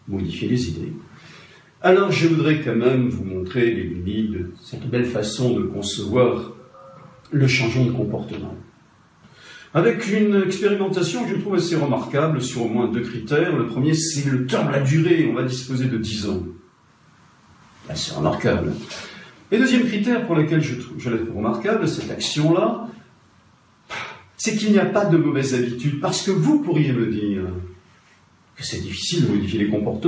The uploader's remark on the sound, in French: Format: Original Recording. Notez que l'audio ne remplit pas toutes nos exigences de qualité.